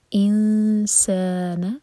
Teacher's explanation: علم الإنسان إن یہاں پر اخفا کریں گے تو سین کے لیے زبان تیار کریں گے اور دو سیکنڈس کا ٹائم دیں گے، نون کی مخرج کو ٹچ نہیں کریں گے. انسان س مد طبعی ہے دو حرکہ لمبا.